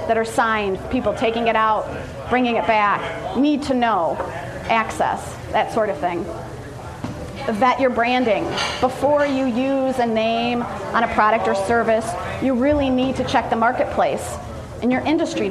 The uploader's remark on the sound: This recording is from a business networking event I hosted and produced a few years back.